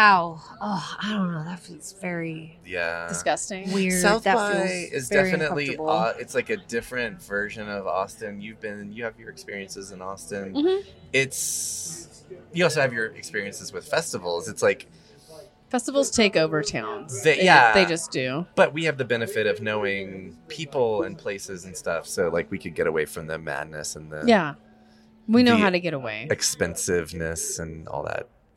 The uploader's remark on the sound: We're on location at a place that's very near and dear to our hearts, the Reno Public House. We're In Reno! We're on location at a place that's very near and dear to our hearts, the Reno Public House.